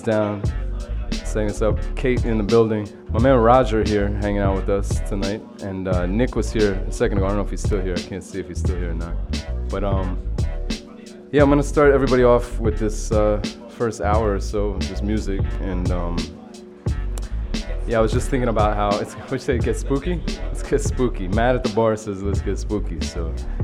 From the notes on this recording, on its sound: Originally broadcast live on October 31, 2016 from the storefront of The Late Late Bar on Houston Street in New York City